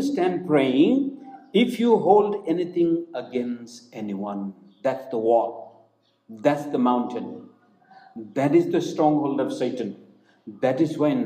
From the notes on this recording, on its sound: preached in Hope Church, Guwahati on January 17, 2021